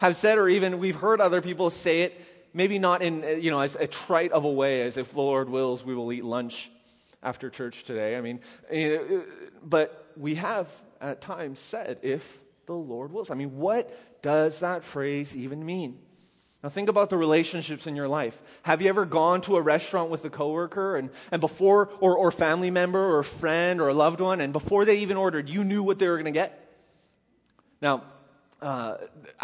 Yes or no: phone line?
no